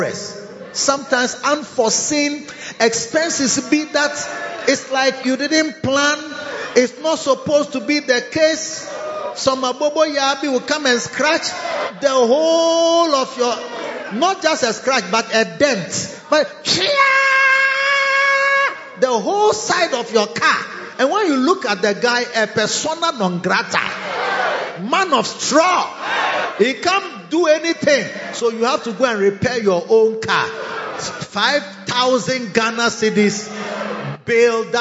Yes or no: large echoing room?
yes